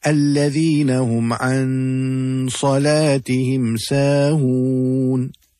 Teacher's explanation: the word must be read with a light nasal sound in the nose for a duration of 2 Haraka. A Haraka is the time it takes to say Alif. · Term: ikhfa